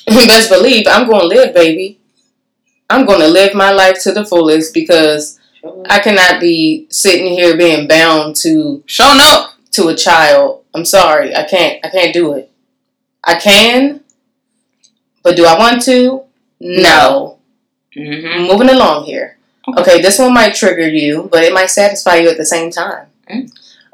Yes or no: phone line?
no